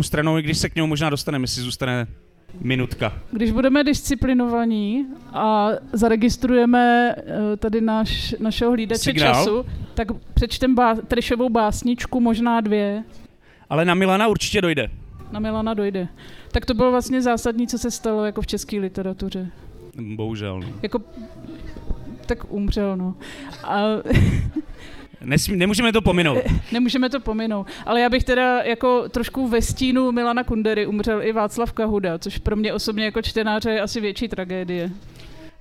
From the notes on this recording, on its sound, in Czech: Speciální festivalový díl TL;DR jste mohli slyšet živě na festivalu Beseda u Bigbítu v Tasově, kde byl jedním z účinkujících – pokud jste neměli to štěstí, záznam už je tady.